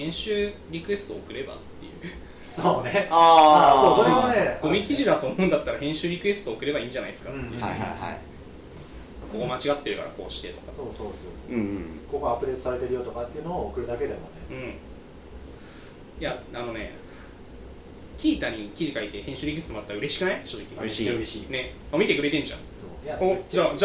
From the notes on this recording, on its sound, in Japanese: 初めての収録なのでお聞き苦しい点があるかもしれません